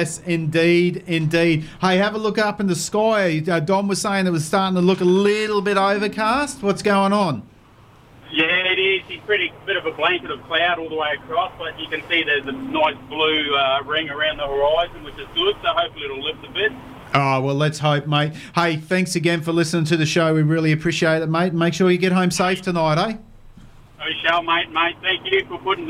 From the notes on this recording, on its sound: On the phone for a chat. NQ Fishing Show.